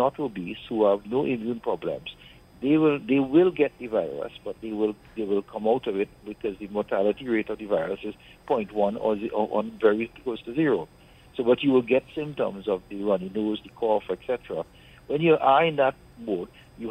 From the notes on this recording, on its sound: The Power Breakfast Show. During this hour we take calls from our audience.